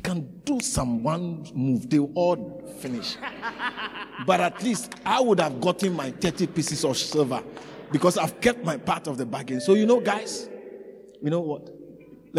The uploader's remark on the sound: preached at the Living Waters Cathedral